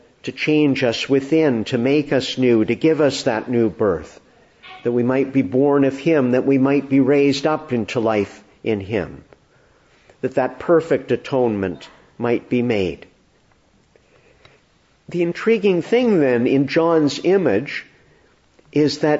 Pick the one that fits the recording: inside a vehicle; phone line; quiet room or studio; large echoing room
large echoing room